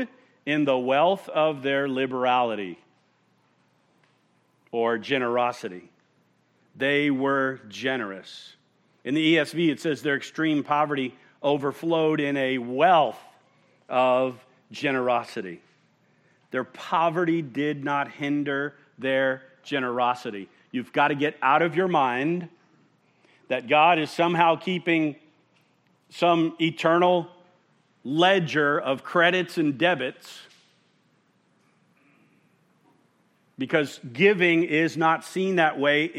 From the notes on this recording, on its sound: at Murrieta Valley Church in Murrieta, California